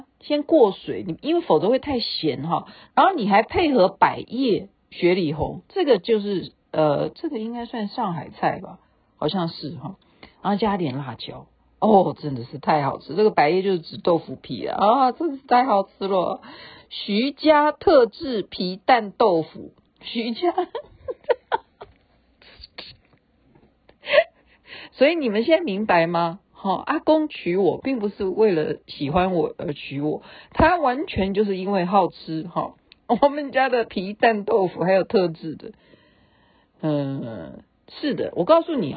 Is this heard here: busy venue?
no